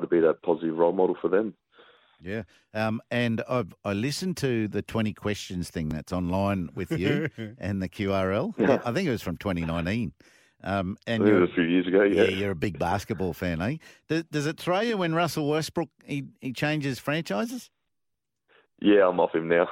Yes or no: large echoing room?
no